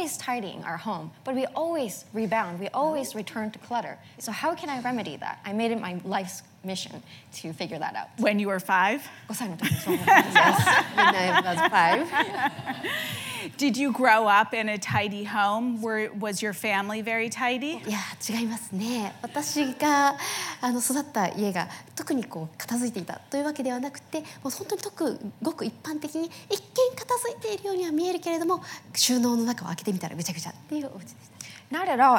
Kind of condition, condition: setting, live audience